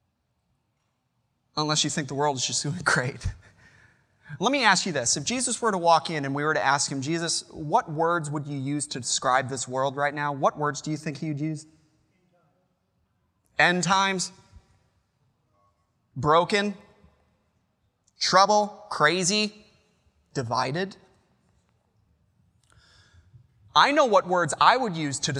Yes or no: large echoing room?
yes